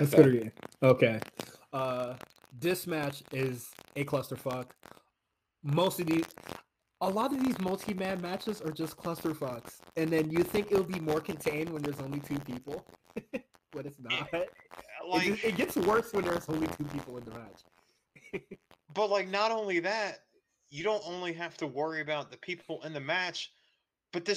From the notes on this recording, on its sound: Apologizes for the audio issues